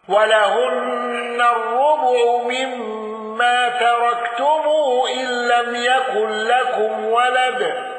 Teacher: قالون بصلة ميم الجمع